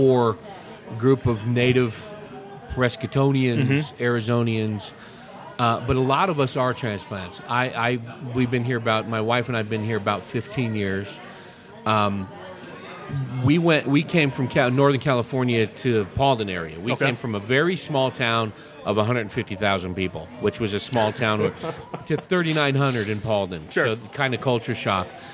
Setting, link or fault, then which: setting, busy venue